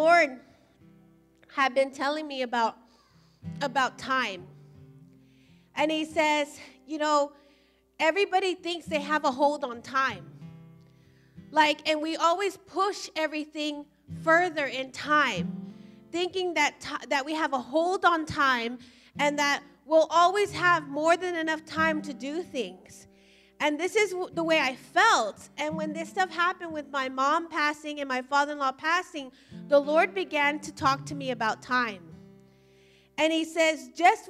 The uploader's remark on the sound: Recorded live at Emerging Streams Apostolic Center in Stryker, Ohio.